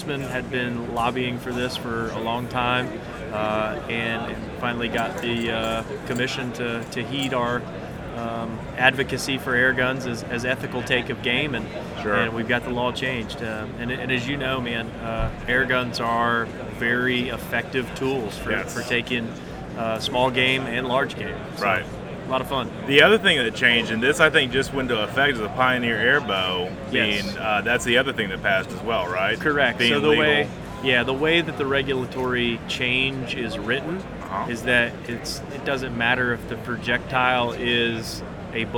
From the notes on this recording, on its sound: live from the Dallas, Texas NRA show